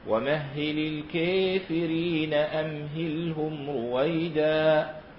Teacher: من إثبات الألف مع إمالتها · Term: الإمالة الكبرى